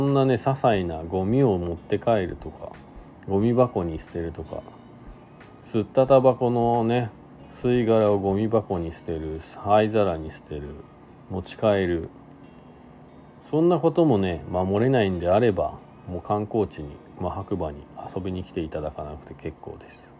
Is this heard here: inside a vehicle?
yes